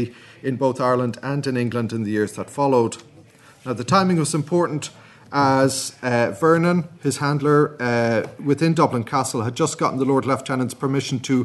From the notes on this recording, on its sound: at the 2022 Tudor and Stuart Ireland Conference